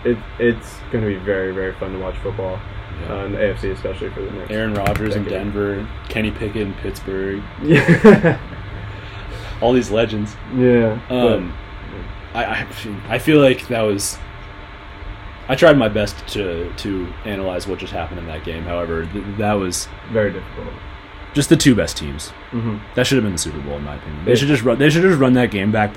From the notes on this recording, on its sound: There is some background noise that occurs throughout the recording. We apologize for this unfortunate technical difficulty.